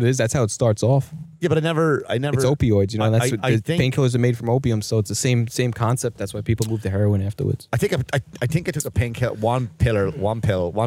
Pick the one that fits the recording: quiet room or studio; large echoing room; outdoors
outdoors